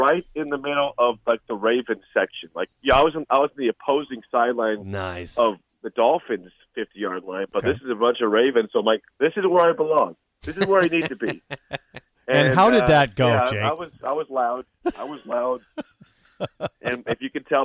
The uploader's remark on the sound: Calls in Live from Miami. Live from Florida.